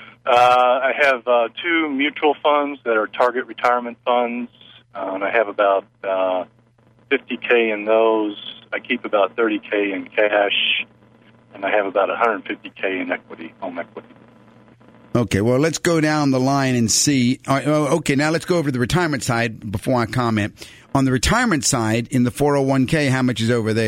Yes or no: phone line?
yes